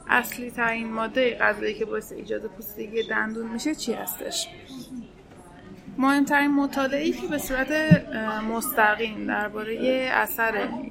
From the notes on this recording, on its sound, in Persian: این پادکست رو توی یک کافه در شهر تهران ضبط کردیم، برای همین صداهایی توی پسزمینه میشنوید و از این لحاظ با بقیهٔ پادکستهای دهان متفاوت شده.